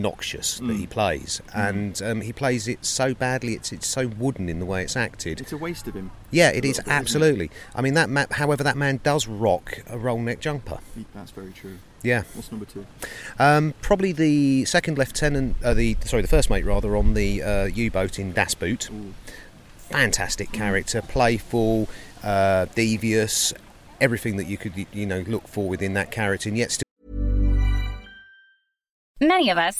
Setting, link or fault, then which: fault, wind noise